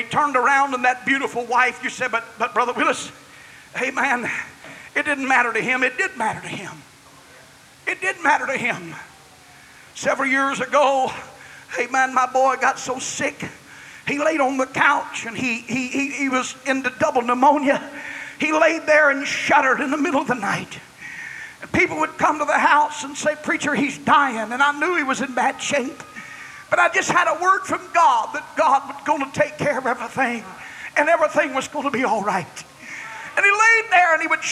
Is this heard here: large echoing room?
yes